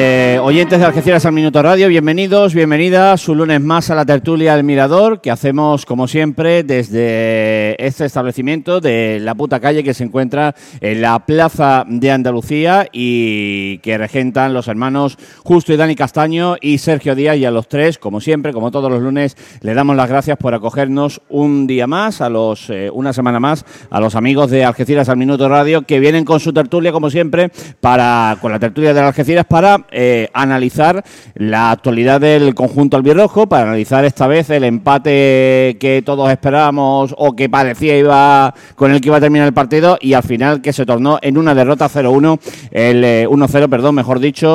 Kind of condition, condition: setting, busy venue